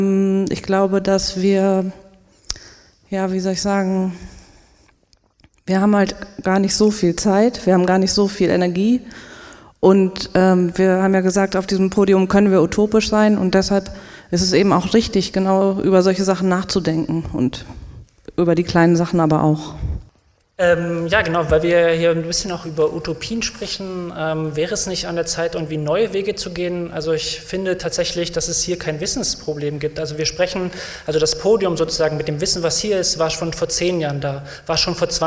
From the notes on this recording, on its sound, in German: Fachtag zu Roma und Snti in Sachsen: Podiumsgespräch. Anschließend diskutieren die Podiumsteilnehmer*innen über ihre Vorschläge und kommen mit dem Publikum ins Gespräch.